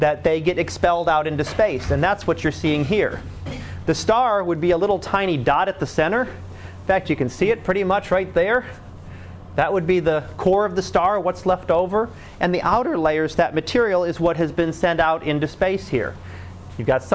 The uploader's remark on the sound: Live Class Lecture